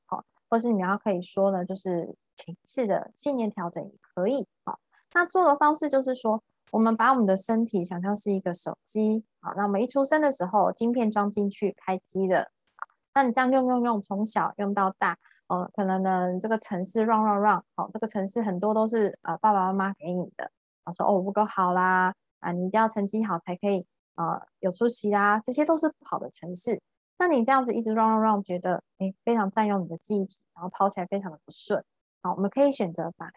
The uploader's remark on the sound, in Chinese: ZOOM線上公益講座